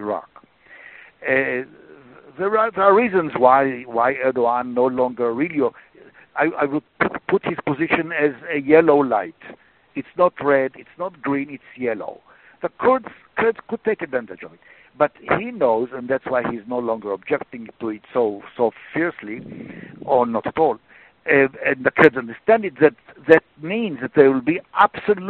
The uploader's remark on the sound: briefed the Middle East Forum on a conference call May 16, 2016